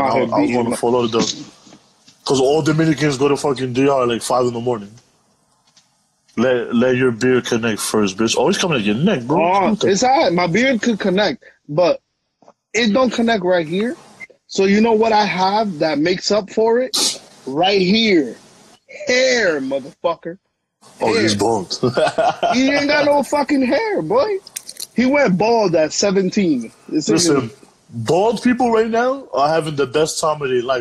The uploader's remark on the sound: via IG LIVE due to quarantine